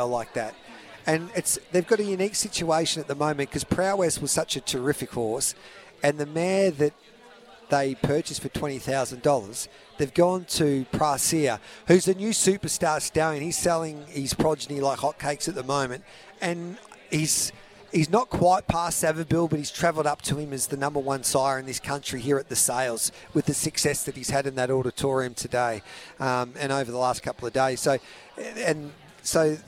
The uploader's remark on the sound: live from the big Karaka yearly sales